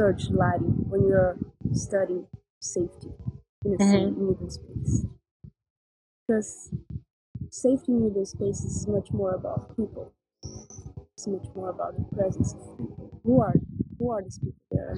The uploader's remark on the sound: This episode has clearly been recorded outdoors... Sorry for the massive noises.